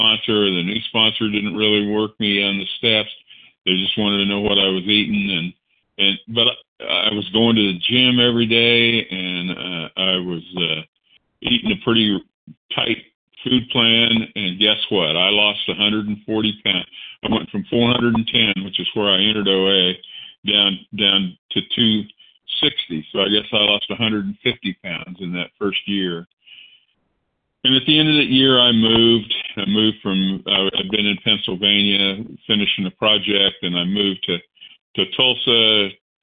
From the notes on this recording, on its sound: 100 Pounders Phone Meeting